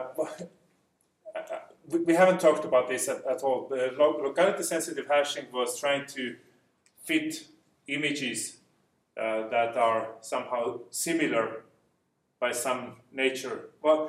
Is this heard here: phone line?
no